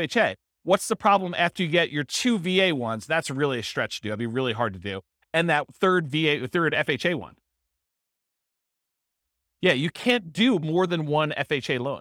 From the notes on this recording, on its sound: This was a live class recorded